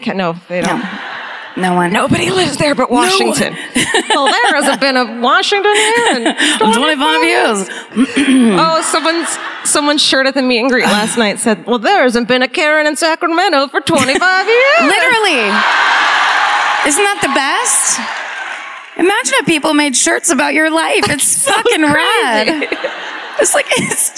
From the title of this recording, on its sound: Live at the Paramount Theatre in Oakland (2018)